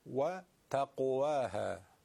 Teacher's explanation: فألهمها فجورها را تفخيم، وتقواها تيد نقطة قاف تقوا، حرف قاف هم که میبینید قلقله میگیره